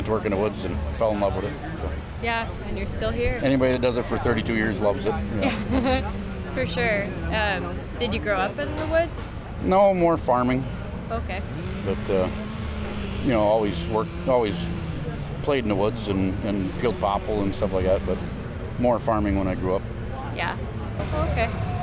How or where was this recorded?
busy venue